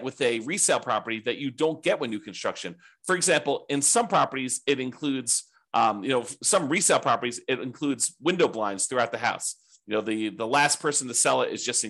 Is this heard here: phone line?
no